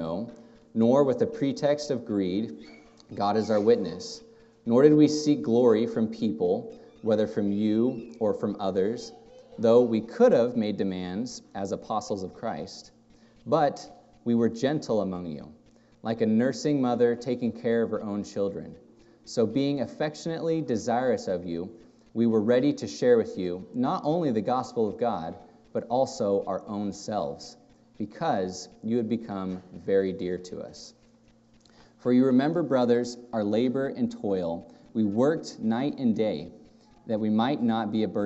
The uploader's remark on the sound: Thank you for this morning that we can all gather within this building and be able to hear your word preached.